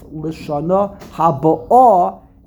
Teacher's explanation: you put the emphasis on the last syllable, on the Aleph